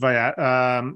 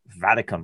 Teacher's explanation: she forgot a syllable. She left the I right out. · Shown in: second take